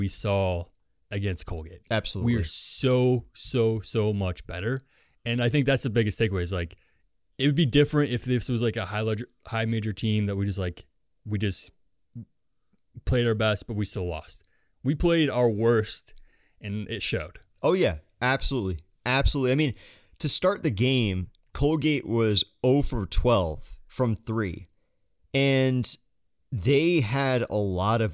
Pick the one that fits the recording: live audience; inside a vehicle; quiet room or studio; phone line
quiet room or studio